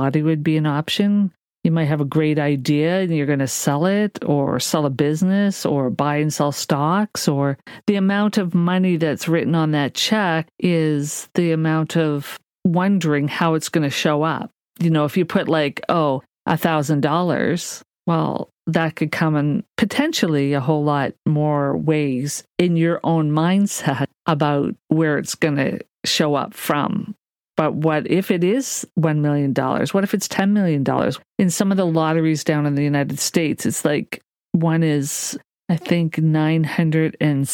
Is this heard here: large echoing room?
no